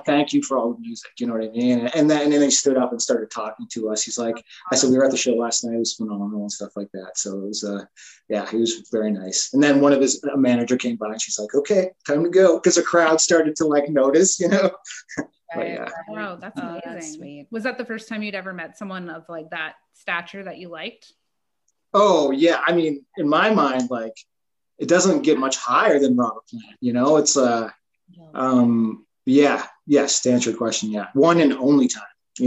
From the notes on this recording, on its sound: Joins us via zoom.